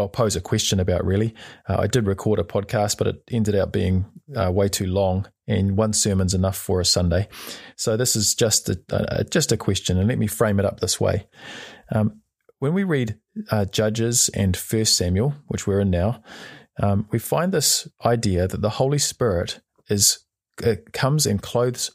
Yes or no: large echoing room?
no